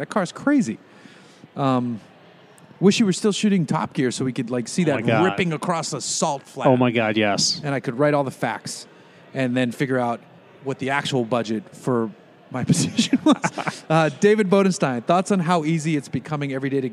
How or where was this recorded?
busy venue